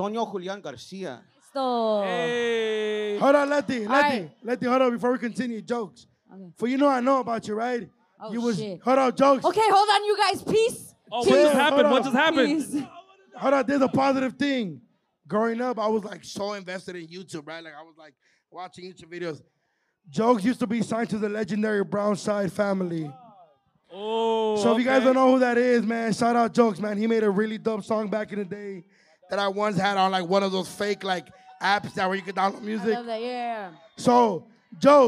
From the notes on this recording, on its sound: Live Episode. Our live podcast at The Novo in Downtown LA is finally here.